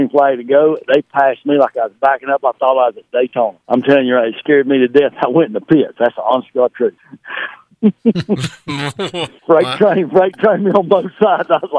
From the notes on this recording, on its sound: Various racers call